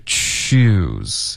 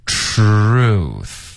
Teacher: 这个 TR 的这个音呢，它的结尾发这个 R 的音，你的嗓子会跟着震动的 · Shown in: second take